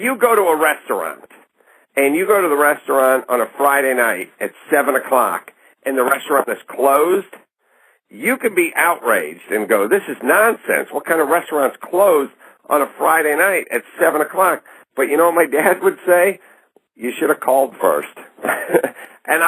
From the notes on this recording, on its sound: This interview recorded over the telephone for the radio.